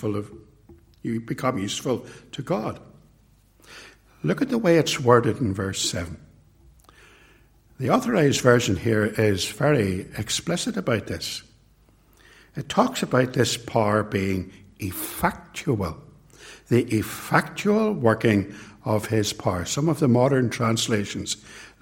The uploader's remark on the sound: It was recorded at TRC